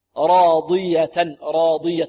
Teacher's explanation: ولابد أن نحافظ على إطباق الضاد هنا، لا نقول راضية راضية ضي ضي، لا ضي ضي ضي، فيها إطباق، فيها استعلاء وفيها إطباق، والإطباق هذا من الصفات القوية كذلك.